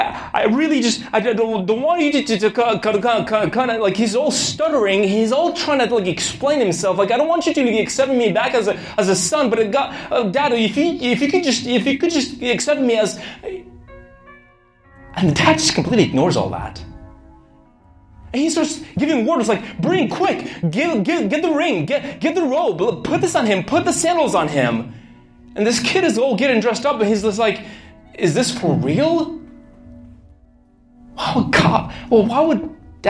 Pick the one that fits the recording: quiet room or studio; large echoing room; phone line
large echoing room